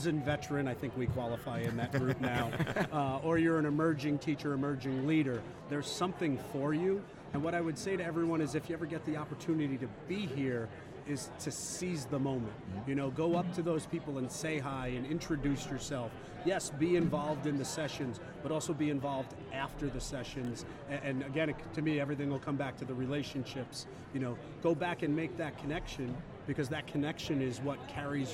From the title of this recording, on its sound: Live from SHAPE Nashville Day 2!